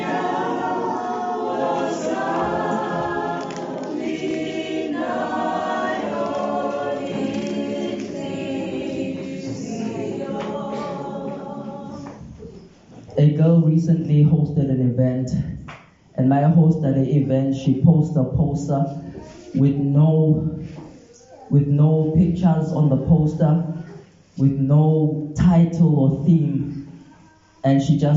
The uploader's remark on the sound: This Sermon was recorded live at Montclair SDA.